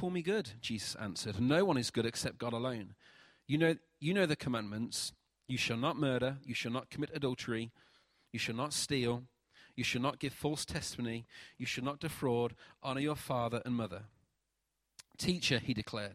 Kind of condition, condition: setting, large echoing room